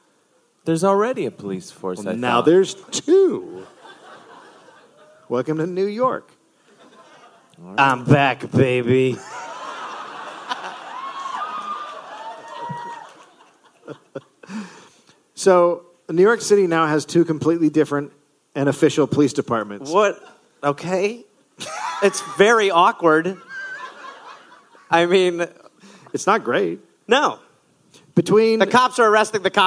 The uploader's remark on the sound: Live in NY